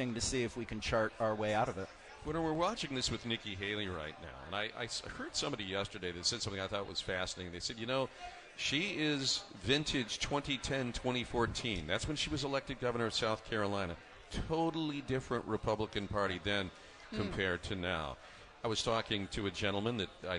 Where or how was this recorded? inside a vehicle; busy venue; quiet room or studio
busy venue